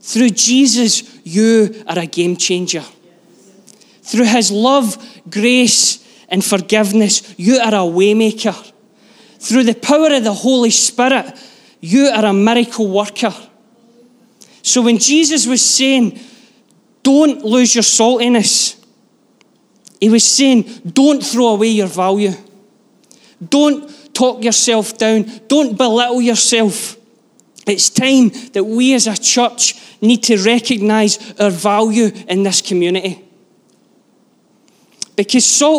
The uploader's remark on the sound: Live from our Sunday gathering